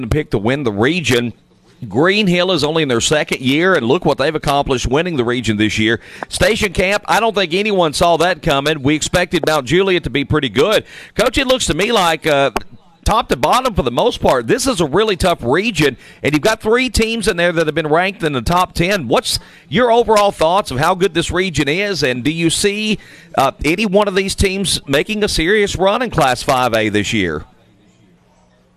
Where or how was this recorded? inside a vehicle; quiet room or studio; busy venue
busy venue